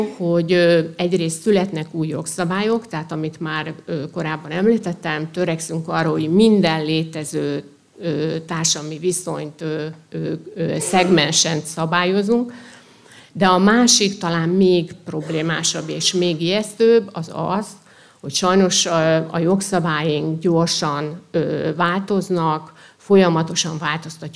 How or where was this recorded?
live audience